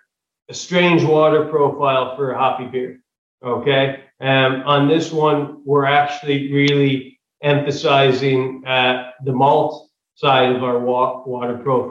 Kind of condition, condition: link, video call